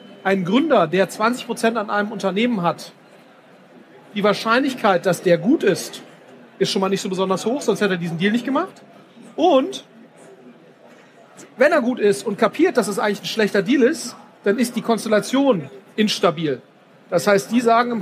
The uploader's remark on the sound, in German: Auf dem #OMR Festival in Hamburg